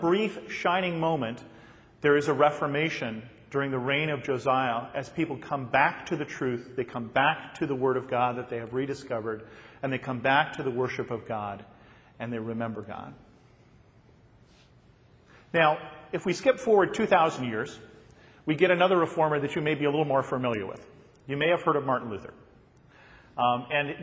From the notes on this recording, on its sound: a sermon that I recently preached at my home church